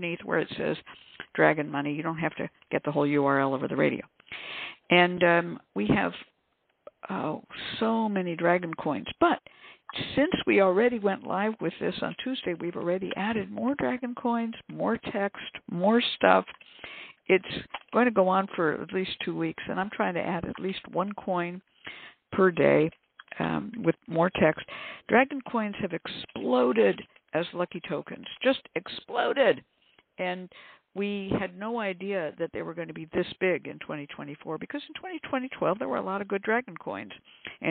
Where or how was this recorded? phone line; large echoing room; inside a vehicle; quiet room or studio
phone line